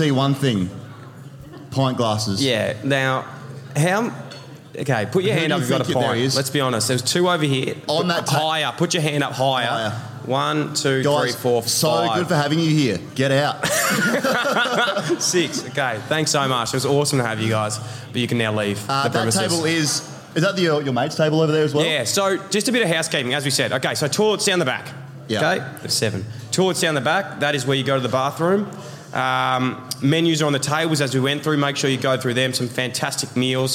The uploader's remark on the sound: We report live from the Pub at Crown with a massive AFL Season preview.